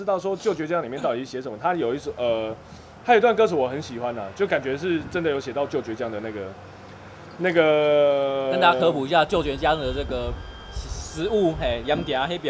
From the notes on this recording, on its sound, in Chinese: 使用麥克風 YIDA-MIC+-01 爵勢國際有限公司 YiDA。錄音地點：台南 牽咖啡 Chen Coffee。